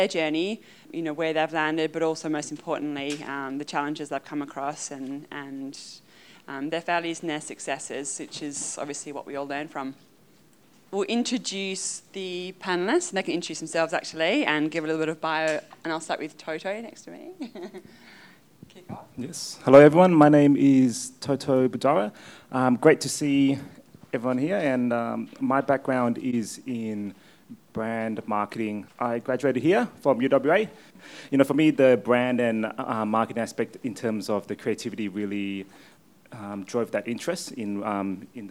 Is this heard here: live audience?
yes